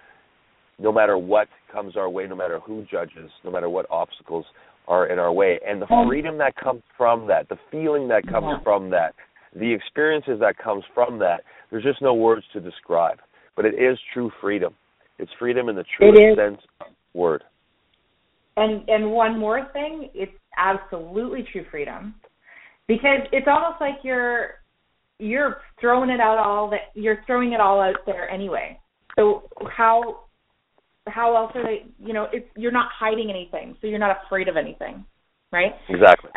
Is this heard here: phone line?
yes